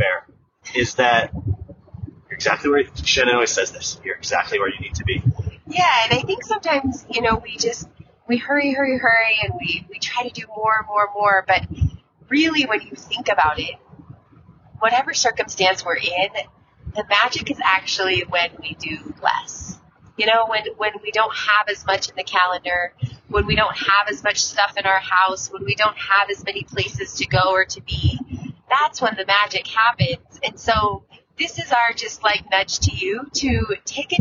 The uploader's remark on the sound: Hello from our car!